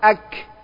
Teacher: Sifatnya hams, apa hams? Mengalirnya nafas, jadi nafas mengalir.